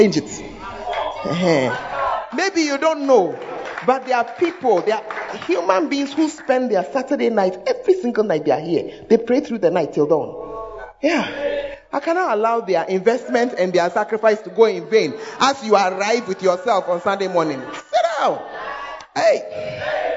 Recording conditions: large echoing room